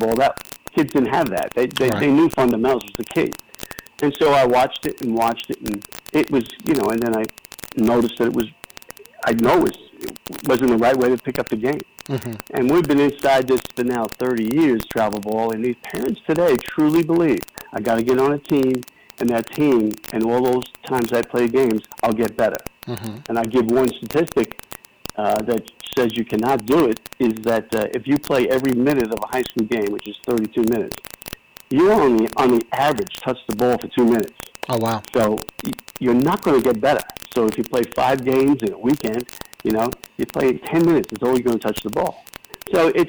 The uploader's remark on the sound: A phone interview